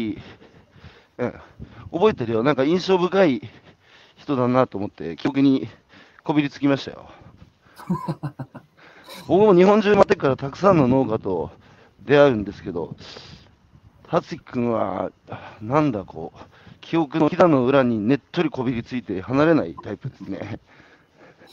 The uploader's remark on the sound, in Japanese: 歩きながら1時間、対談する